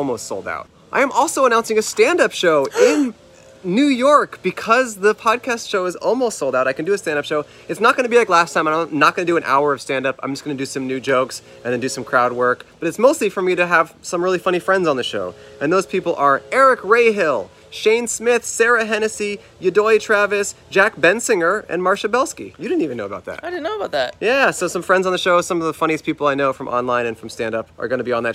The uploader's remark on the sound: Outside In Seattle (Pike Place Market!). We recorded in front of the famous market for fish and tourism.